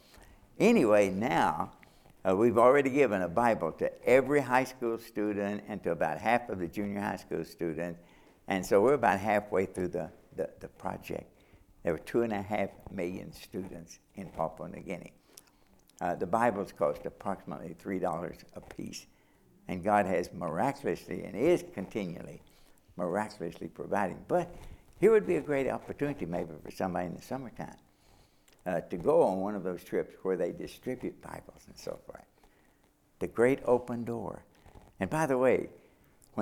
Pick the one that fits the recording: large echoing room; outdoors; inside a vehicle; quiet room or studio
large echoing room